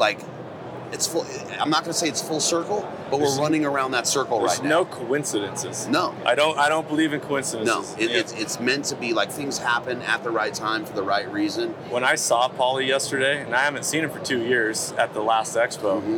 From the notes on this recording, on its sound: Live From the Initial Ascent Mountain Dude Table. Live from The Western Hunting and Conservation Expo live in the Initial Ascent booth.